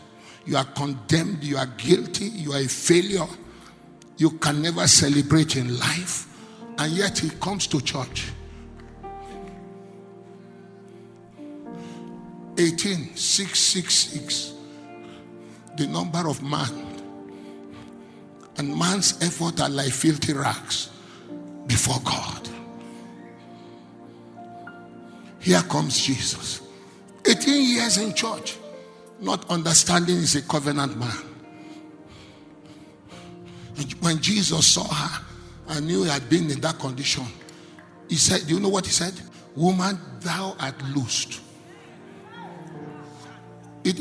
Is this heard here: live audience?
yes